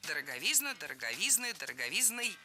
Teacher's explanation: Ударение в этом слове падает на суффикс «изн». Во всех формах там и остается.